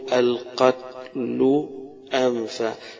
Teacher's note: فجاب اللام من الأمام والهمزة من وراء